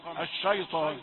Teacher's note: الطاء ظهرت مفخمة، لا تفخم الشين ولا الياء، لا تقل الشيطان. البعض يفخم الشين وإذا فخمها فخم مع الياء وأصبحتا مع الطاء ثلاثة حروف مفخمة